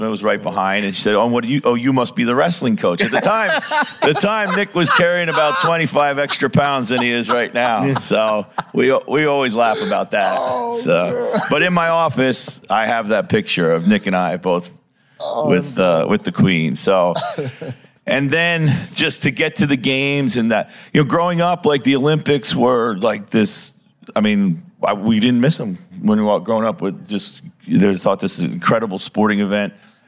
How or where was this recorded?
live audience